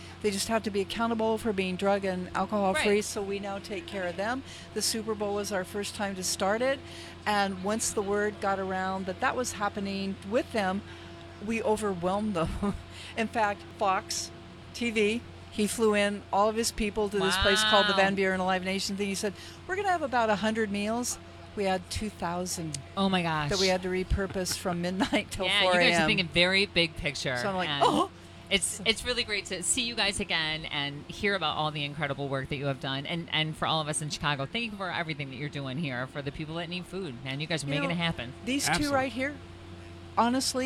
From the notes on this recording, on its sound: The Mix is live backstage at Lollapalooza 2023! Lollapalooza Day 3: Hundreds of thousands of people flock to festivals like Lollapalooza and Coachella every year.